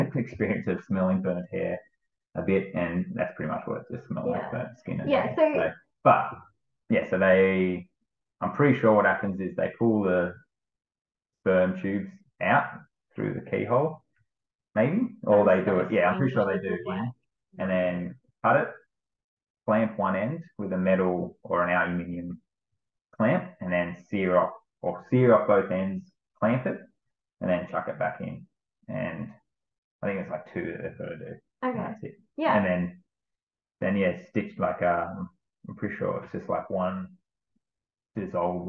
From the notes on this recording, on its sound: We had a few errors recording this and I apologise for the muffled audio due to the microphone not being connected properly!